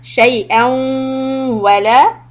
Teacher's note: Connect the hamza with the waw. Give a gunna.